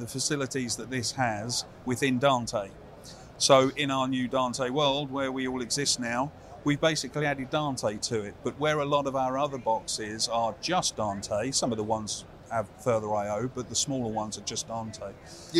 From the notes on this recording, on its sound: At IBC 2023